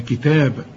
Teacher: التاء بعدها ألف هتمدها ألف كاملة